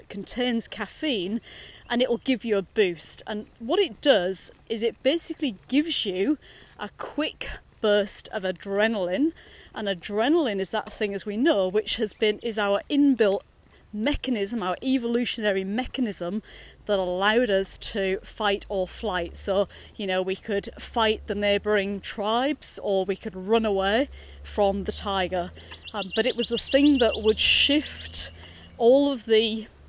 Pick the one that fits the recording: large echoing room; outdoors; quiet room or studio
outdoors